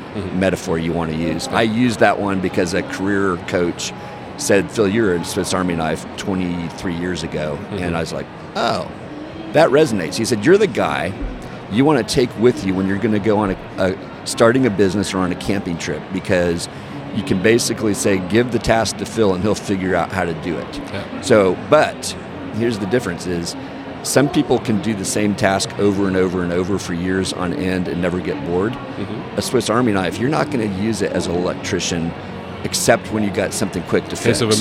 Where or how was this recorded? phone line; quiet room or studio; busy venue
busy venue